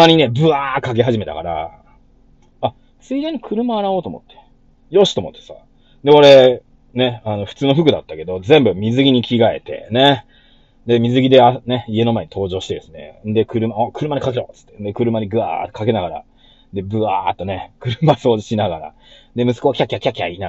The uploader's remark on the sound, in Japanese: 音割れすいません